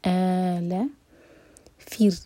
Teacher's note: یہ را بہت باریک ہوگا